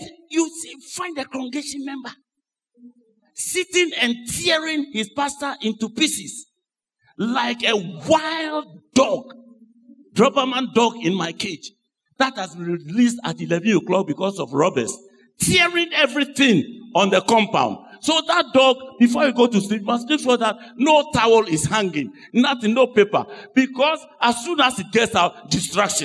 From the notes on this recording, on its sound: Sermon preached at CBC Adabraka Campus